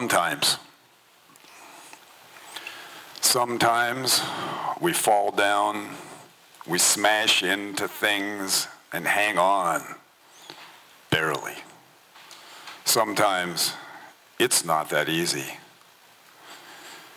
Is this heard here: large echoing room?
yes